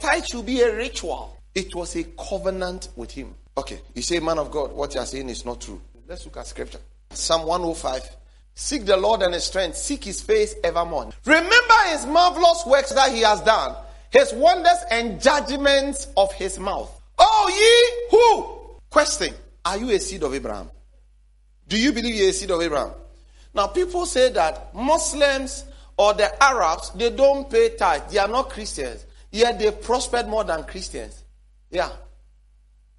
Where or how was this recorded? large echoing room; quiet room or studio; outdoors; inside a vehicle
large echoing room